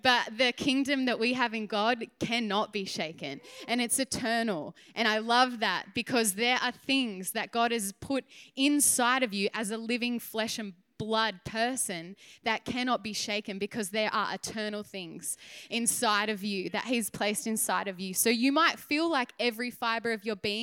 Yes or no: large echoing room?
yes